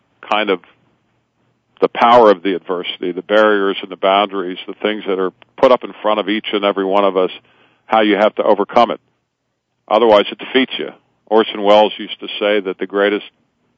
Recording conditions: phone line